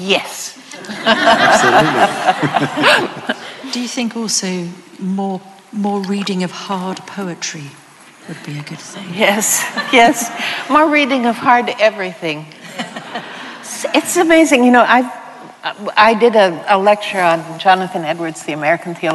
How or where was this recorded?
live audience